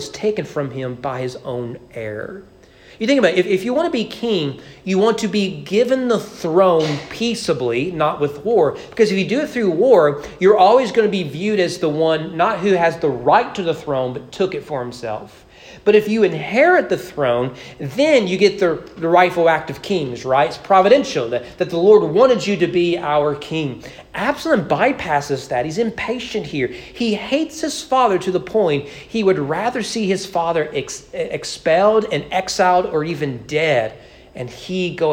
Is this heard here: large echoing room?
yes